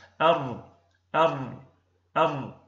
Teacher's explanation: هو ارتعاد خفي في طرف اللسان عند النطق بحرف الراء · Term: التكرير